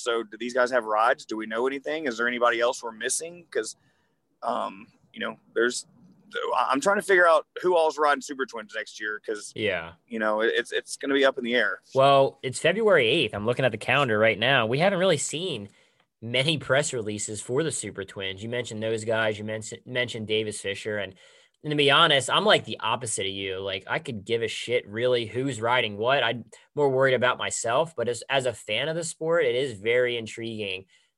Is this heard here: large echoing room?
no